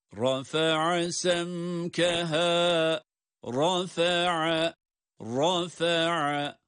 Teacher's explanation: ra kalın, ayın ince